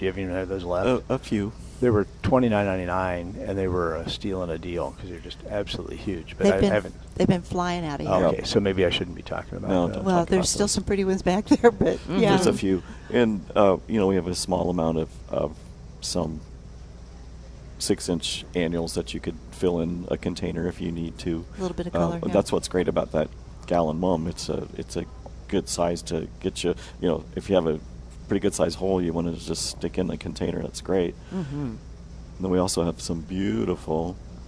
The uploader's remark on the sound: Plant Experts Live at Prairie Gardens